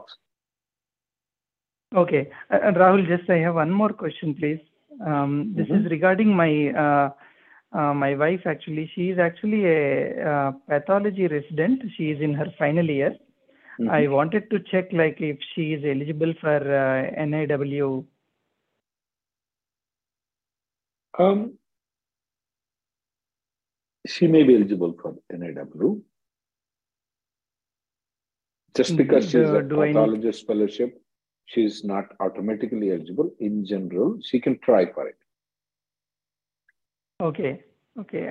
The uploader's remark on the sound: Conference Call May 3rd 2023